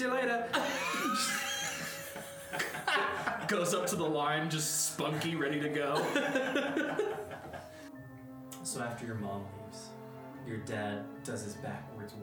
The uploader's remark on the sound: The audio gets progressively better starting in Ep 2